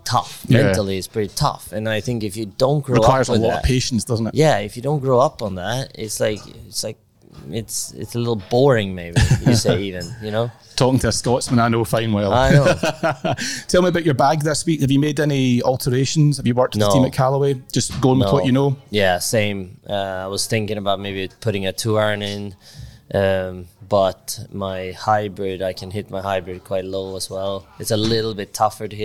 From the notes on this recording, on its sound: Our bitesize "commute" podcasts will be coming to you live from Royal Liverpool every day this week for The 151st Open.